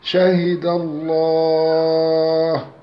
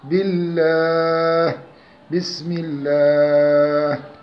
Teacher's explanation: ثانيا اللام في لفظ الجلالة أي في لفظ الله، اللهم. تغلظ اللام في لفظ الجلالة إذا سبقت بفتح أو بضم · Shown in: first take